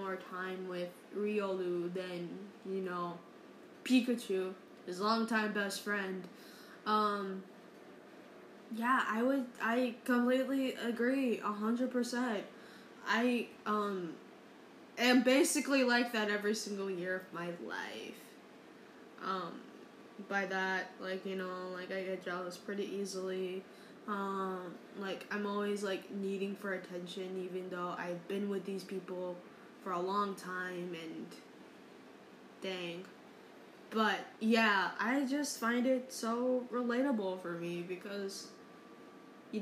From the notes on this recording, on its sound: Sorry for the fan background noise